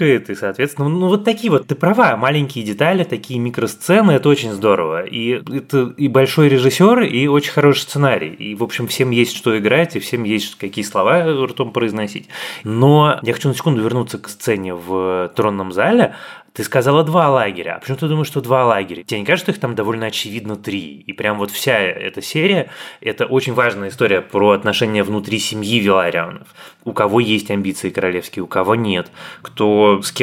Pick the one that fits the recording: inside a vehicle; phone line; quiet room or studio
quiet room or studio